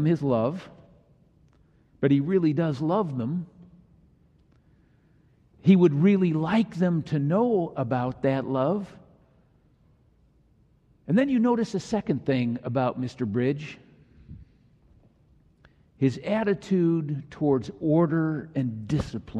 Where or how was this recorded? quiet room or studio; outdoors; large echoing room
large echoing room